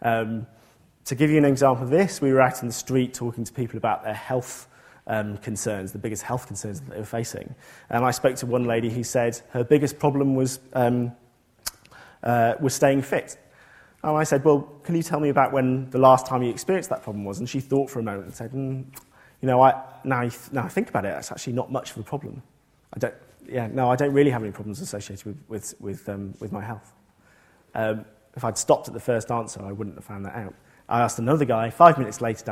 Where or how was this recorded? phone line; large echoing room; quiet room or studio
large echoing room